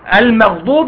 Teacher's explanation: الميم اولا بتفخم عندهم كتير جدا وهي مرققه